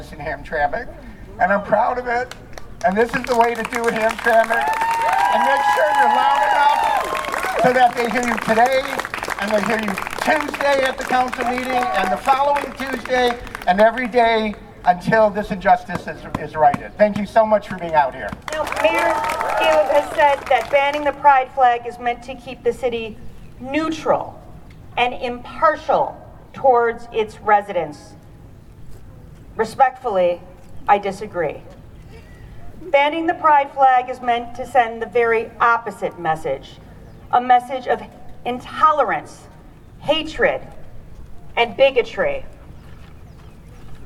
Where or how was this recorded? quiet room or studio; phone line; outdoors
outdoors